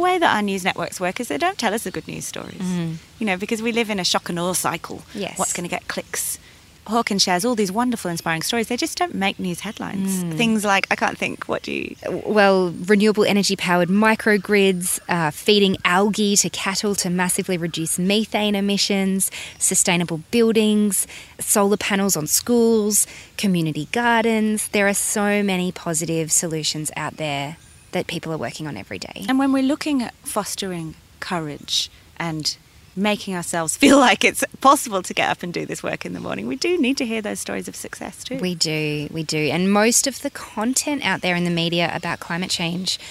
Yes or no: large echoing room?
no